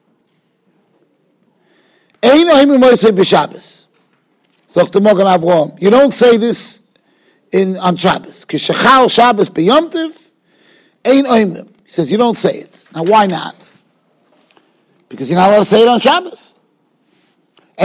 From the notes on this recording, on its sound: Shiur recorded in Yeshivas Ohr Reuven, Monsey, NY.